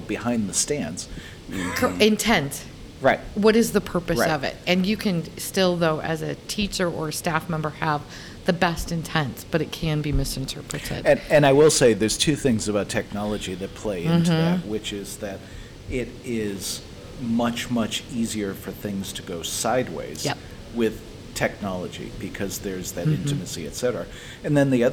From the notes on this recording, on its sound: This interview is from a recent conference